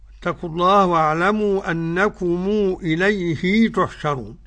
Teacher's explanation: يصل الميم بواو، بالنسبة للمد عنده حركتين فقط · Term: بالصلة